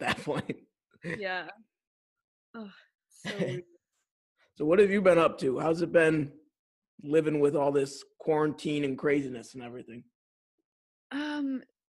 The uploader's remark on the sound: catch up over Zoom